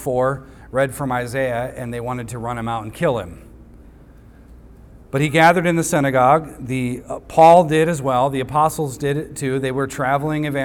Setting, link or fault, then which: setting, large echoing room